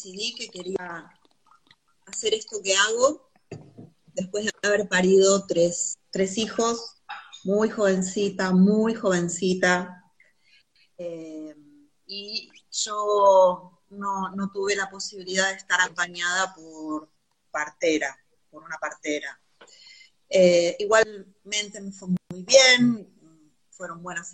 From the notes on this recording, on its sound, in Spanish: Audio de la charla en vivo por Instagram